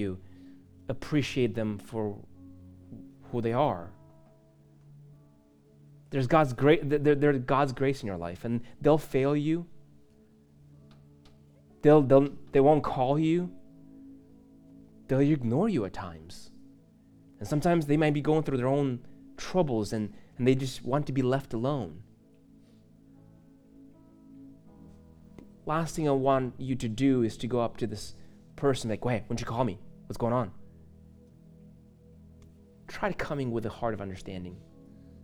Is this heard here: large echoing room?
yes